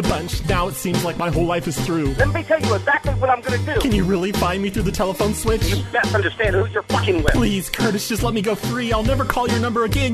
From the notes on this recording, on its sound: Prank Phone Calls